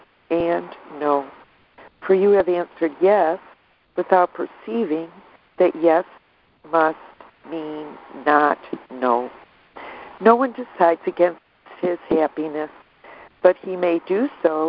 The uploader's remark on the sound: ACIM Daily Conference Call